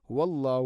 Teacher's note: ഹഇൻ്റെ ഉച്ചാരണം ശ്രദ്ധിക്കണം, തൊണ്ടയുടെ താഴെ ഭാഗമാണ് ഹ